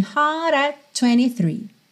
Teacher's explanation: aqui ele ainda juntou o hard com at, com rarara no D, bem americano também